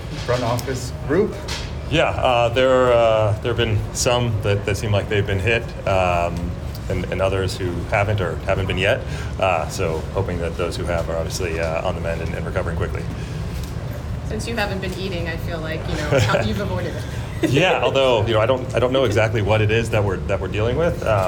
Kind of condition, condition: setting, busy venue